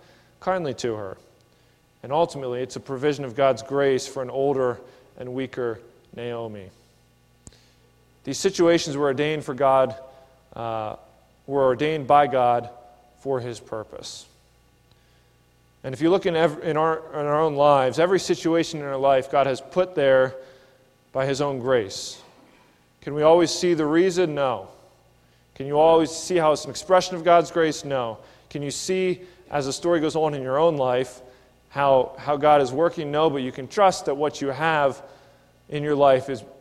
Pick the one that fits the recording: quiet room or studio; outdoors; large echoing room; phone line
large echoing room